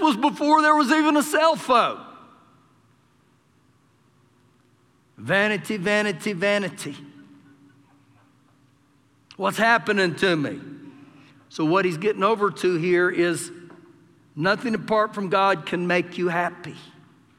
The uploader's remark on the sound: Recorded live during our Wednesday night service